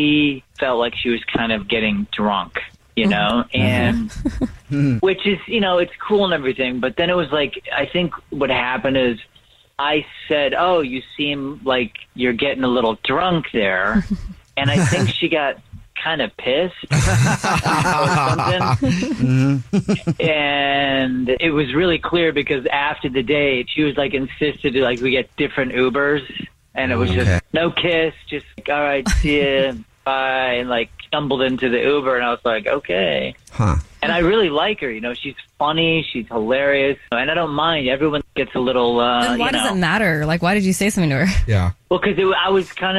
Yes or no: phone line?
yes